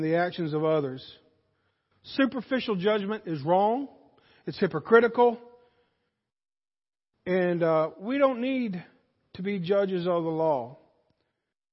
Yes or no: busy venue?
no